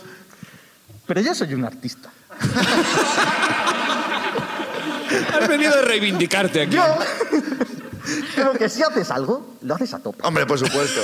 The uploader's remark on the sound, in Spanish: La Ruina desde Valencia. El público sube a contarnos sus problemas.